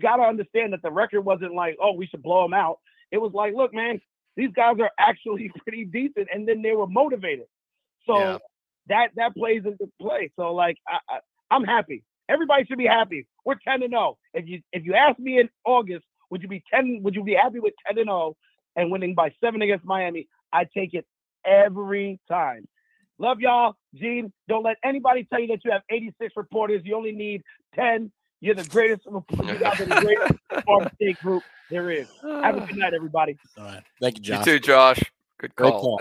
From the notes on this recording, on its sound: LIVE Warchant Gameday Postgame Call-In Show. The Warchant Gameday postgame call-in show is LIVE.